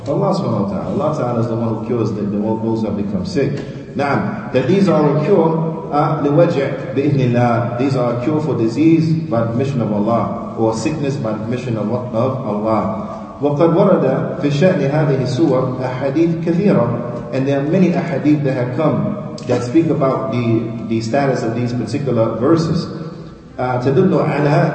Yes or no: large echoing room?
yes